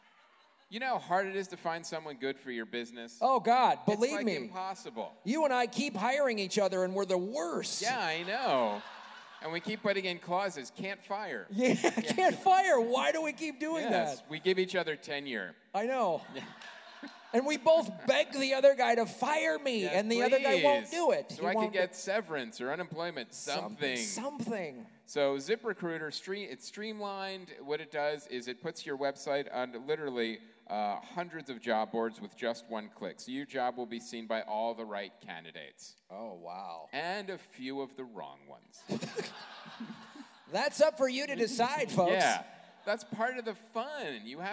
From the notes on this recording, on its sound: Live From LA Podfest. Recorded in front of a live audience at the 2017 LA Podcast Festival.